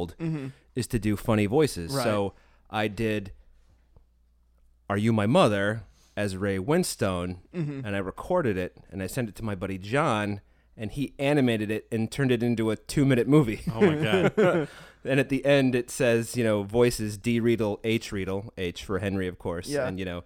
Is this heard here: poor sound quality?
no